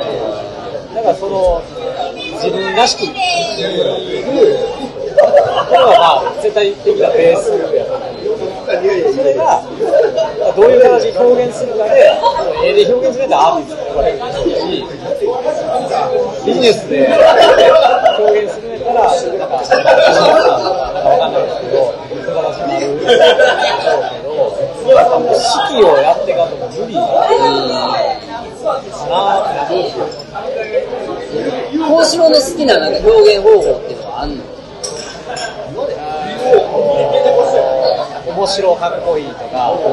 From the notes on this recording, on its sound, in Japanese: 居酒屋トーク。雑音がきつくてすいません。